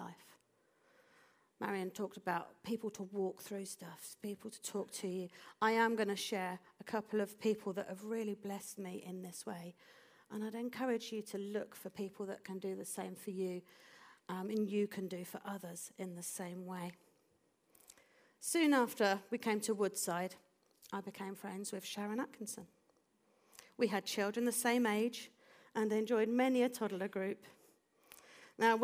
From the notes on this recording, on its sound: This audio was recorded at our venue in Putnoe.